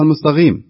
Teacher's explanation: بعض الناس ينطقها المستقيم وهذا أيضا عكس المغضوبي يعني ينطق القاف غين